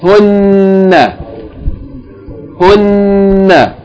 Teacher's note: Hold the shadda on the noon, but the vowel is short. Hunna. Yani it's a combination of hun and then na.